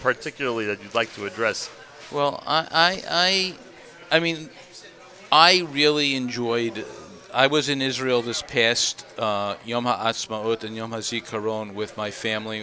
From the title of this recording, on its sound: Live from "Gotta Getta Bagel" in the Five Towns